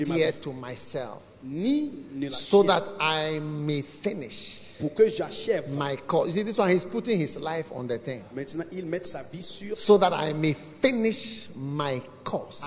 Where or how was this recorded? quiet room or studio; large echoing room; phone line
large echoing room